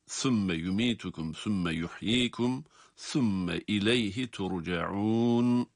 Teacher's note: sa harflerini peltek olarak okuyoruz